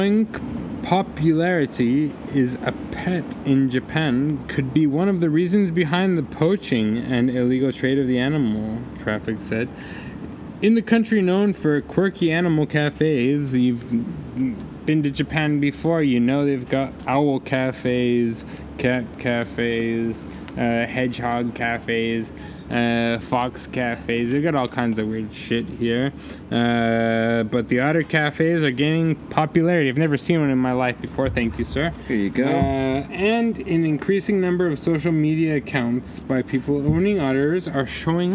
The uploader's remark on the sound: hang out in the mean streets of Shibuya and hit up Beer Bar Hironoya where audio hijinks pursue!